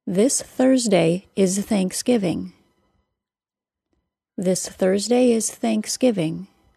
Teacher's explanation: The TH sounds are fricatives, meaning they are a smooth, continuous sound that is created when air is pushed through a small opening in the vocal tract.